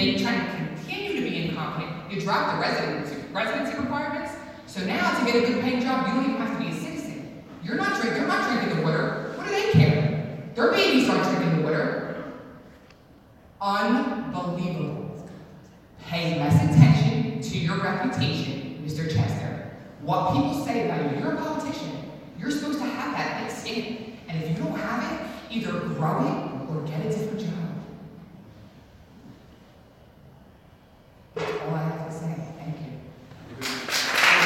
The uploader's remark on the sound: Raw audio of public comments during the Trenton NJ City Council Meeting.